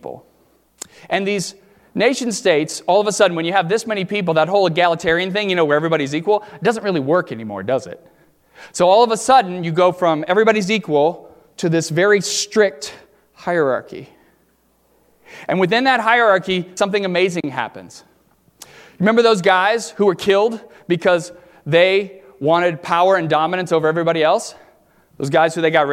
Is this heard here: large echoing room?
yes